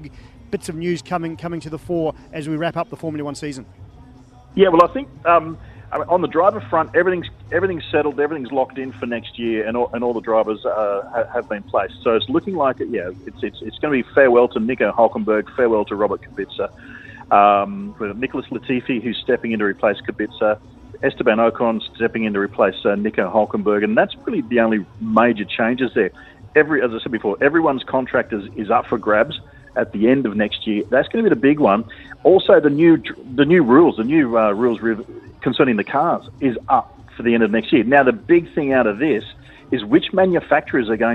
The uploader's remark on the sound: From the rooftop garden of Barasti